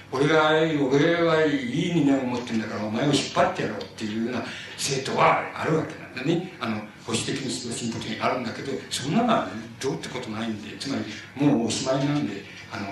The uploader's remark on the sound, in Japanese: 主催：白梅学園短期大学 場所：白梅学園短期大学。音質はあまりよくないが、 ステージ近くで録音されたため、 内容は聞き取ることができる。